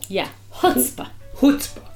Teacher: in America, the accent's on the first syllable